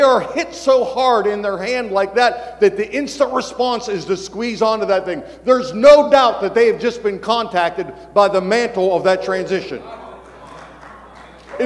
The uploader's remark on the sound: Every February, pastors and leaders from around the country gather together at our leadership conference. One of the recordings from our 2023 Leadership Conference.